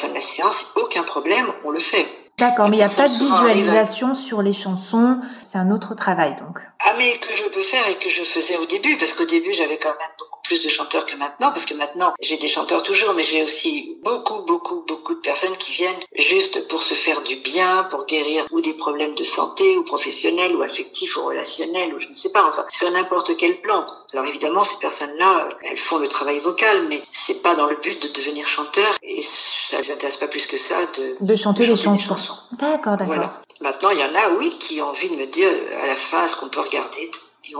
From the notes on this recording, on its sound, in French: Nous avons enregistré à distance par téléphone , vous pouvez aussi entendre des travaux